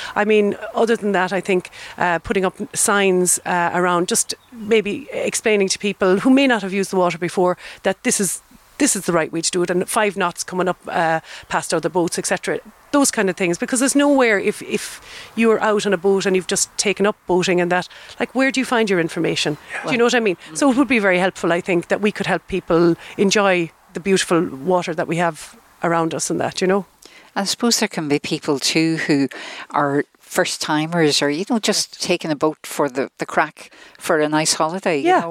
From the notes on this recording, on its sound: Originally broadcast as part of Saturday Chronicle. Broadcast live from the Killaloe Hotel and Spa.